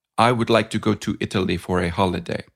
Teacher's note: Italy and holiday would clearly have three syllables with equal value, or as we'd say, Italy, holiday. · Term: equal weight